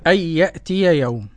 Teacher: أن يأتي قرأ خلف عن حمزة بعدم الغنة